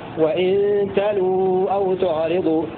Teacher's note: بحذف الواو الاولى وضم اللام